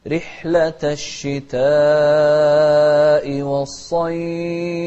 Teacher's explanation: شوف رحلة، الراء المكسورة مرققة، رحلة الشتاء والصيف، شوف الصاد مفخمة ونمد الشتاء أربع حركات، رحلة الشتاء والصيف، ونوضح الفاء ونهمس فيها أيضا.